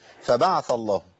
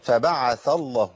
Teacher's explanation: فبعث الله لابد من تمكين حركة العين · Shown in: second take